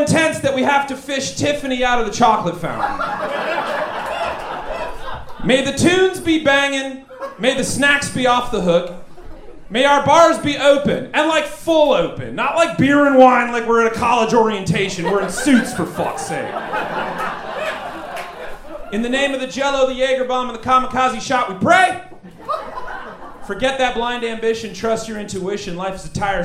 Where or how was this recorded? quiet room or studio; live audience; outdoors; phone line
live audience